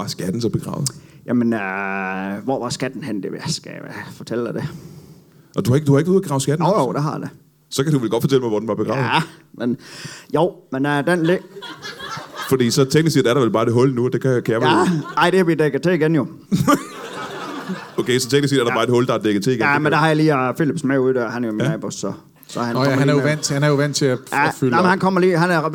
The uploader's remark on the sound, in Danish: LIVE fra Comedy Zoo i Aarhus